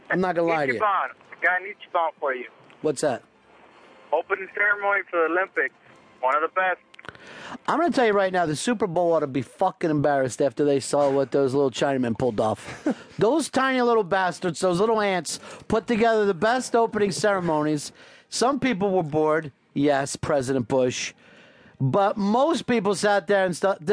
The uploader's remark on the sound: Publisher: XM Satellite Radio. Makes a call in to the show.